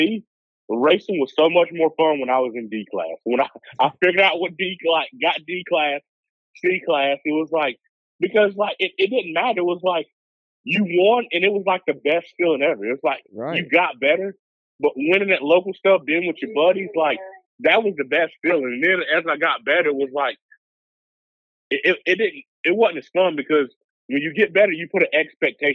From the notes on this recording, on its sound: We will have a call in from the owner and title sponsor of this past weekend’s Top Gun Showdown